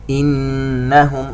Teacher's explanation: خلت، ومن ثم عندنا نون ساكنة وبعدها حرف القاف إخفاء. إنهم، نون مشددة تغني مقدار 2 حركات